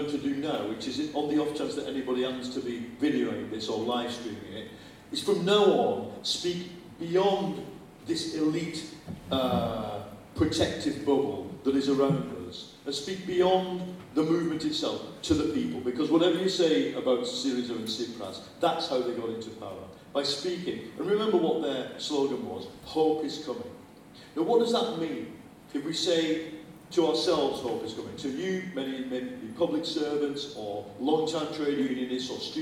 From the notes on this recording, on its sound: Bad audio quality. Apologies for the slightly dodgy audio quality here. Due to technical issues we had to rely on a back up recording.